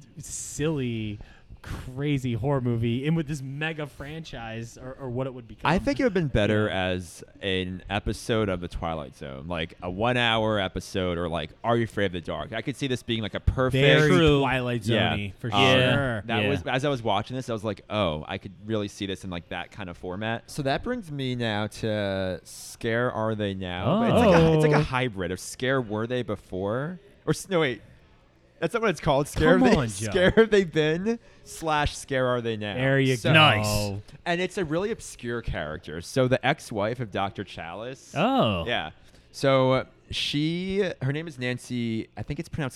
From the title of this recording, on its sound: LIVE FROM BREWERY ARS